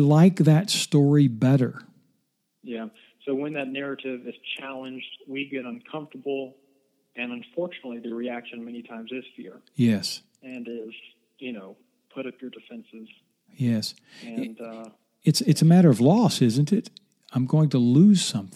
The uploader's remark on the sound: I talked on the phone